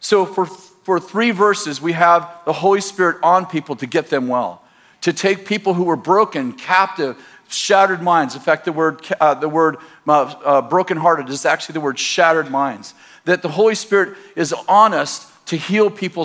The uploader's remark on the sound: In this message from June 23rd, 2019, at Bethel Church in Redding, CA